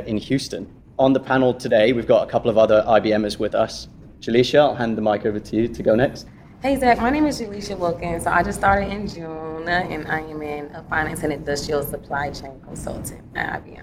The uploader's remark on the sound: answers questions from the panel and the live audience